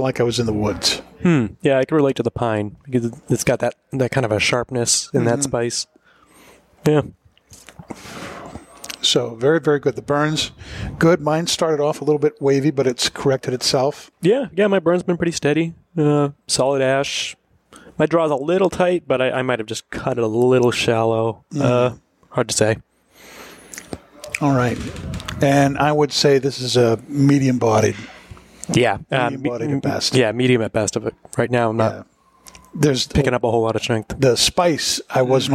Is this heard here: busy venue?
yes